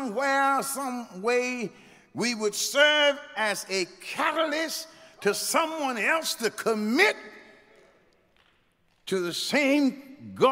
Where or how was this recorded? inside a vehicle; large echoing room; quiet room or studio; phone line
large echoing room